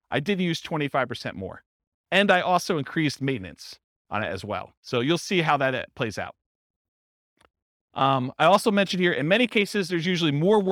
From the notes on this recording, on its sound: This was a live class recorded.